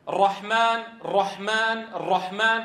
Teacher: عم بيطلع رائين في الراء المفتوحة